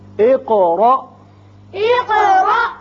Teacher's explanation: قاف کی صفت قلقلہ اور آگے الف ساکن جو ہے جھٹکے سے پڑھا جائے گا